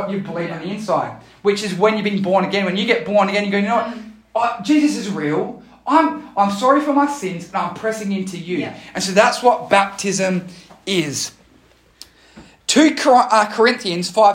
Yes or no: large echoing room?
yes